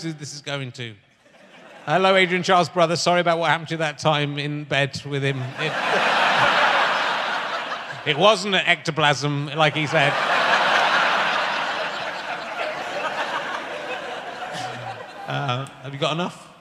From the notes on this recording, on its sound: RHLSTP comes to Birmingham Town Hall. With over 1000 people in attendance.